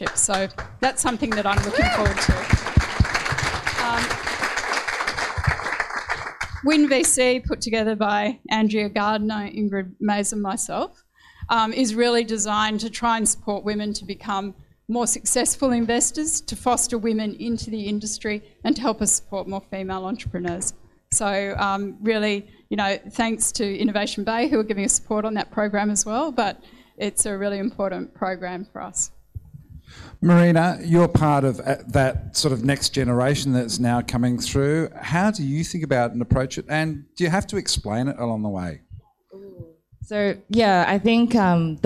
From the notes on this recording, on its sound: This special bonus episode was recorded live at Fishburners as part of the Spark Festival in October 2022. The event included a panel of eight guests.